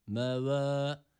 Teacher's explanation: Meva değil de meve. Yani tam E de değil, tam A da değil. Meva değil, meve de değil.